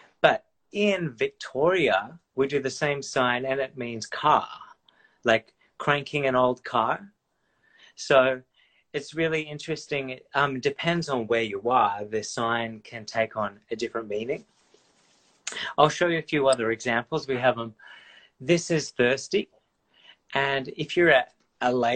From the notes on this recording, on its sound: the show was recorded from its Instagram Live feed